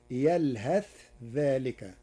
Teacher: قرأ ورش كلمة يلهث بالإظهار وصلا، وهي من لغات العرب، فتصير يلهث ذلك.